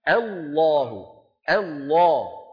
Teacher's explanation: لابد الله يسلمكم من أن نبدأ بهمزة مرققة ثم بعد ذلك ننتقل إلى من؟ إلى لام مفخمة، هكذا همزة مرققة لام مفخمة.